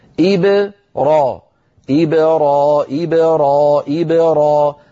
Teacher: باء ساكنة مقلقلة يتلوها راء مفتوحة، أما فتحها وقول إبراهيم فهذا يعني بسبب عدم الإتقان.